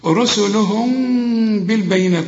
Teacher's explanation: يحصل برضو إخفاء شفوي زي اللي قلنا عليها قبل كده، عليم بذات إقلاب مع الإخفاء، هنا بقى إخفاء فقط مع الغنة